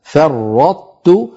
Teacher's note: فرطت نطبق على طاء ونجافي عن تاء مضمومة